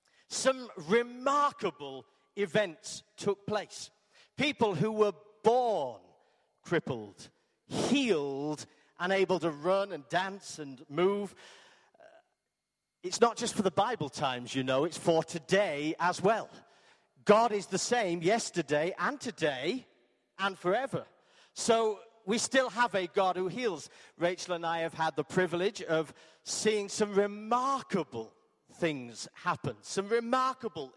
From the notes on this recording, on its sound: Arena Church Ilkeston